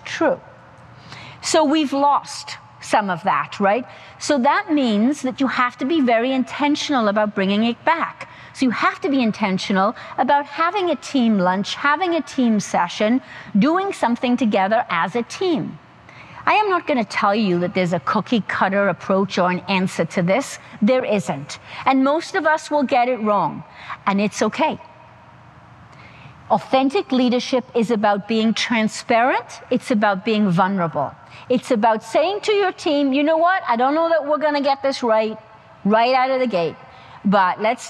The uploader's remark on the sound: The audio from the highly energetic and engaging speech at the Centre for Automotive Research conference. The audio from the highly energetic and engaging speech at the Centre for Automotive Research conference, Management Briefing Sessions In Traverse City, Michigan. The audio refers to slides in the presentation.